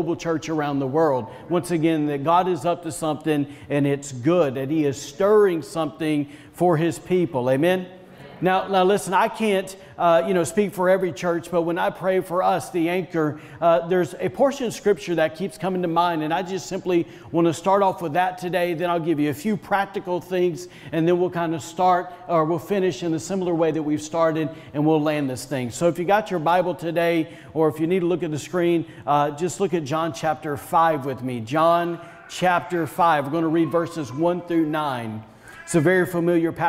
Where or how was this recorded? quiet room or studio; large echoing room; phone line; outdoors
large echoing room